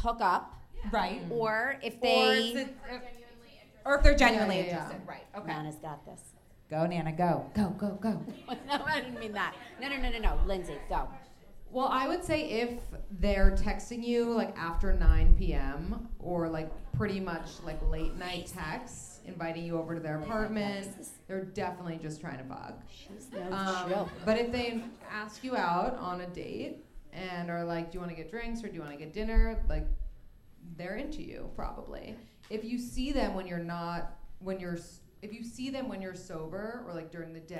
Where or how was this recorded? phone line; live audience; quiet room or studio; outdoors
live audience